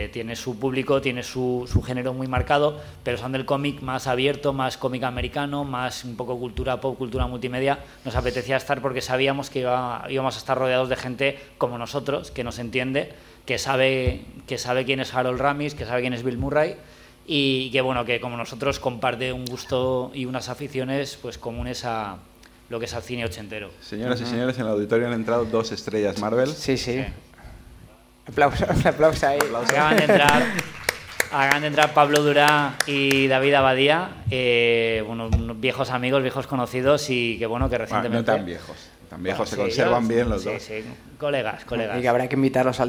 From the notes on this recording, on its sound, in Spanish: Desde el Salón del Cómic de Alicante 2014. Se celebraba en Alicante el Primer Salón del Cómic, Alicomic, en el recinto ferial IFA de Alicante.